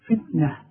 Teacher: التاء المربوطه بتتحول الى هاء